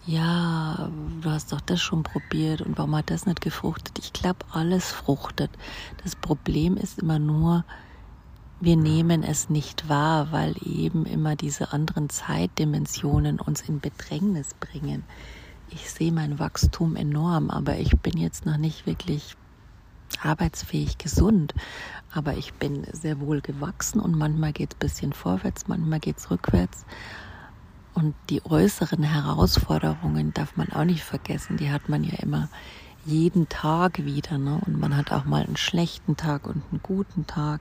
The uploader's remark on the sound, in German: live aus dem Park